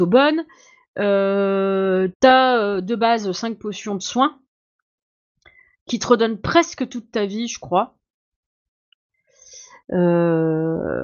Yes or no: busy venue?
no